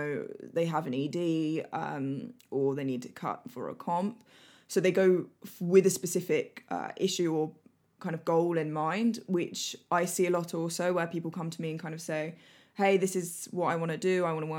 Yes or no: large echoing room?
no